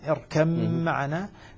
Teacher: تصبح ميما مشددة إدغاما كاملا، تسقط الباء ذاتا وصفة